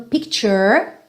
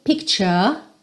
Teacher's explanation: Aqui a gente teria no inglês americano picture, certo? Com a língua enrolada no R · Shown in: first take · mas no britânico picture, pinned to my wall.